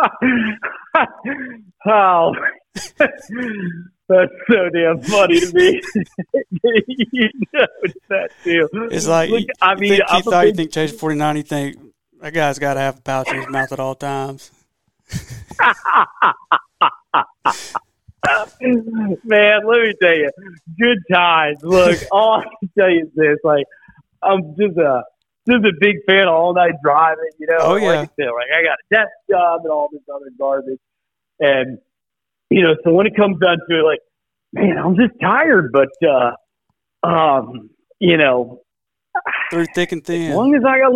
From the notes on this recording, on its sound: hops on the phone